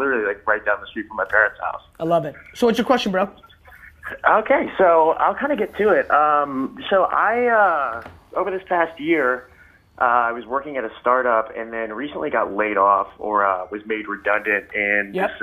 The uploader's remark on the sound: call-in show